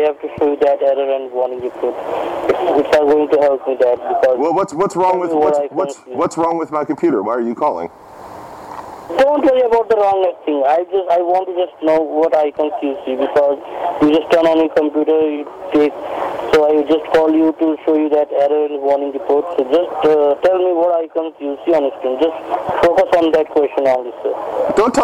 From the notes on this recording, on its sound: This time I had my recording stuff at handwhen he called.